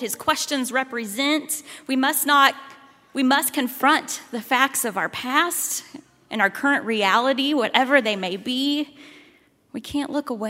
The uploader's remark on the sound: At Highland Baptist Church, Louisville, Kentucky.